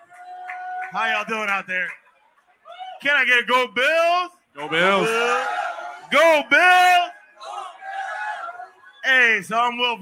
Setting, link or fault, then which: setting, busy venue